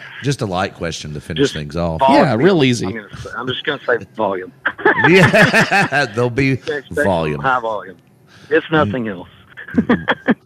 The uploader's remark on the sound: A phone interview